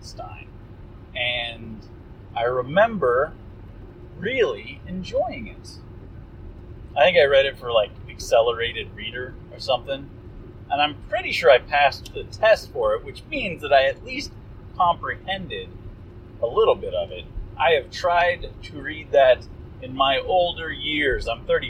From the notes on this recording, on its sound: Drive Time Special! Apologies for the audio, listen at your own risk.